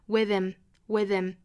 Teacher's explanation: 我们发现 H 音的这个的发音不见了，其实就属于 H 音的击穿，连读就把这个 H 音给抹掉了